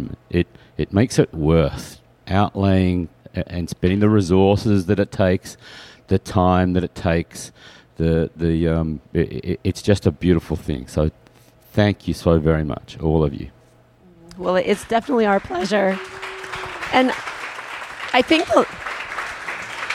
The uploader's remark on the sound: Some audio recorded in the Disco with fellow podcasters WeGottaThing.